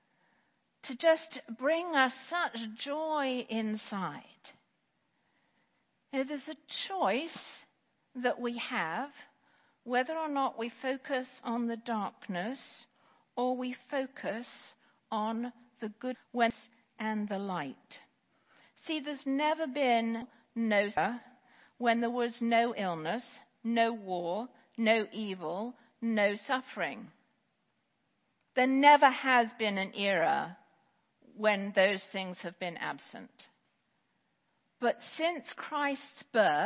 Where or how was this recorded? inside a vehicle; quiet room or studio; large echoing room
large echoing room